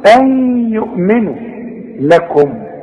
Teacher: ادغام بغنة. نون بعدها ياء. اغن. اوعى تنسى الغنة.